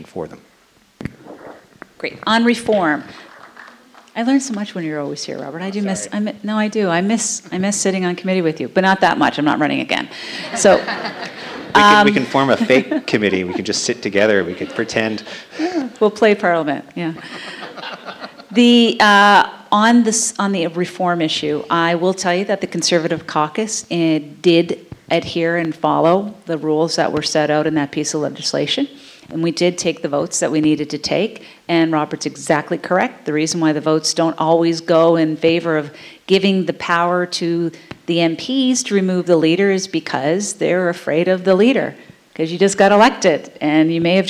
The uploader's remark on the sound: In a candid discussion recorded in front of a live audience at The Royal Cinema in Toronto.